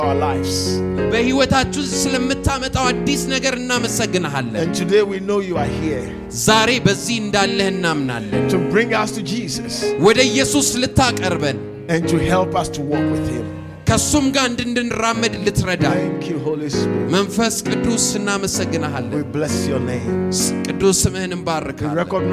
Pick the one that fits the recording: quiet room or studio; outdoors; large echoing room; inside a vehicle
large echoing room